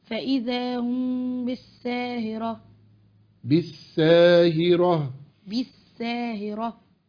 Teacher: لما أقول فإذا هم بالساهرة بقت ألف كده، أنا بدلت الحرف بقى لحن جالي، مش كده لحن جالي؟ شلت الهاء وحطيت مكانها ألف، وربنا أنزلها بالهاء وليس بالألف